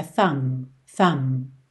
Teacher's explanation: e o B não é pronunciado, você não diz thumb, thumb, é thumb, thumb.